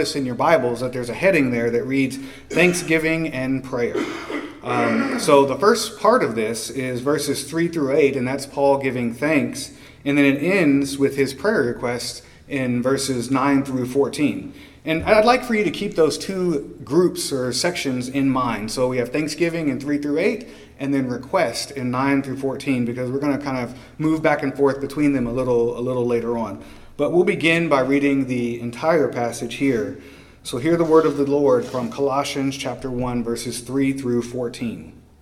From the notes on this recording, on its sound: preached at Christ Our Savior Baptist Church on Sunday evening, April 2, 2023